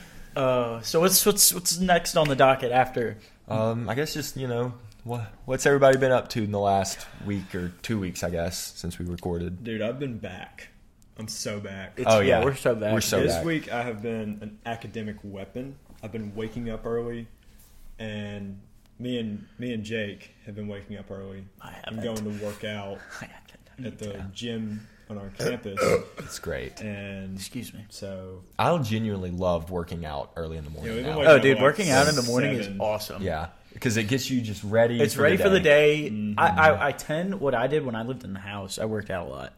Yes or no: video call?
no